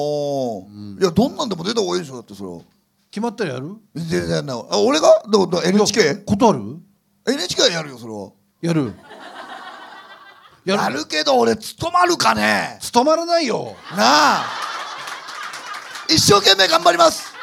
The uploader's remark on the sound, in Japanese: 公開収録の模様をお送り致します